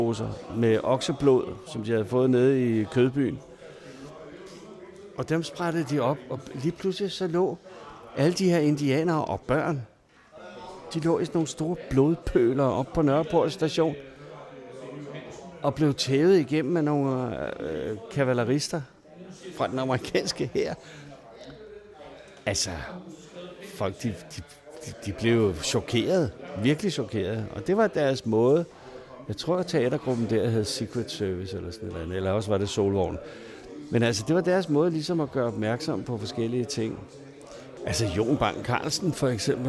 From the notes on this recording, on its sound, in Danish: Optaget på Fingerbøllet, Christianshavn.